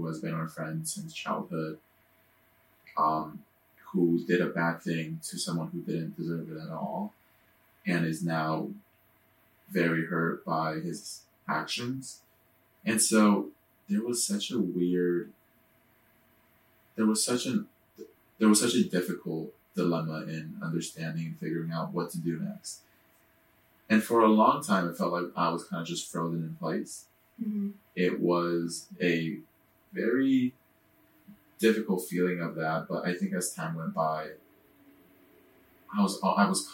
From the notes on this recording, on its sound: Unfortunately, the audio file for this episode got corrupted so we are forced to use our backup. Please excuse the poor audio quality. You will also notice we re-recorded certain parts to better reflect our feelings on the situation.